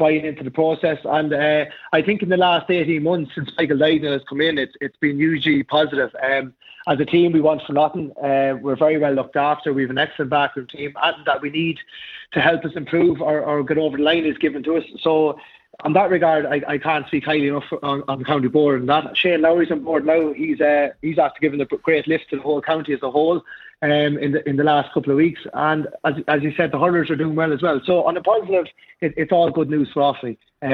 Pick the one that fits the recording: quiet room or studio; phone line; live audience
phone line